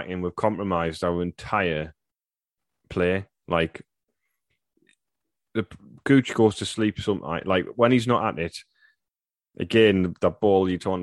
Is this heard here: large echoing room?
no